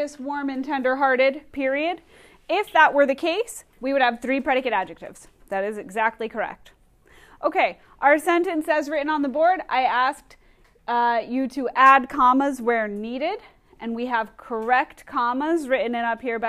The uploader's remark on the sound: Recorded in class on 11/5/19